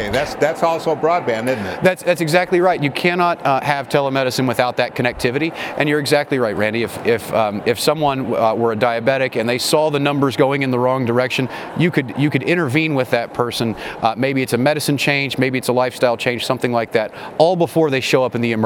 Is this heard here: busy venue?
yes